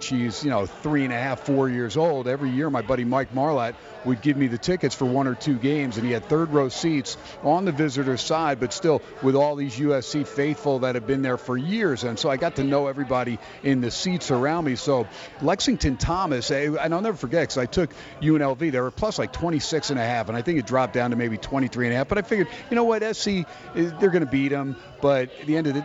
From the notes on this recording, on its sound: "Live" from Steiner's Pub in Las Vegas